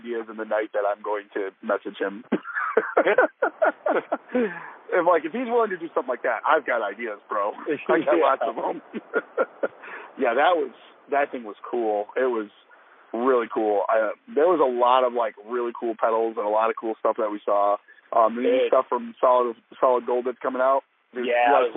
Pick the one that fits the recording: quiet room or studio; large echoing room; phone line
phone line